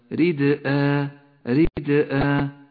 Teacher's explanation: صفة القلقلة لحرف الدال التي لونت بالأزرق الفاتح في كلمة ردأ ردأ، وهي قلقلة صغرى لأنها في وسط الكلمة